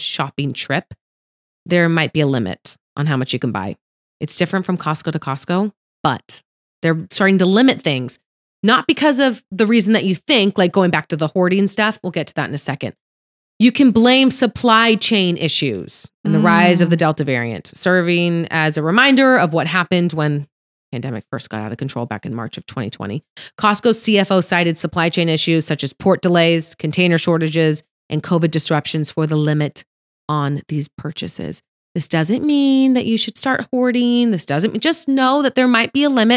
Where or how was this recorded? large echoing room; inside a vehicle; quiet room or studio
quiet room or studio